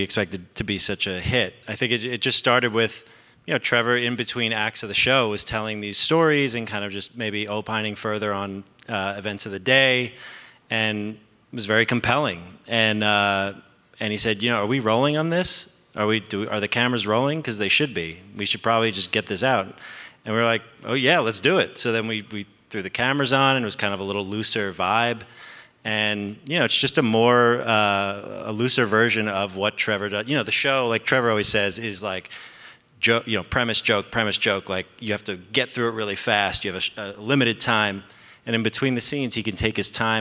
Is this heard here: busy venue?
yes